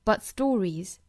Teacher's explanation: but,尾音的它要省掉了